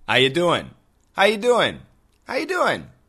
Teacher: It's an easy expression, but get the pronunciation today. So the first word, how, just sounds like ha. Are is completely gone. You sounds like yuh, yuh. And doing actually sounds like doing, doing, doing, doing.